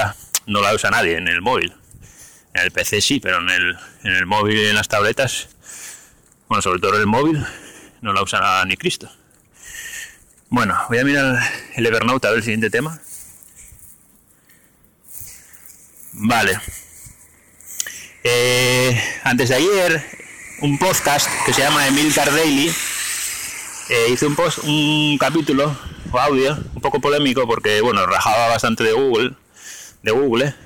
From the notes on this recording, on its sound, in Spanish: Este audio está grabado en la calle y se oye bastante mal.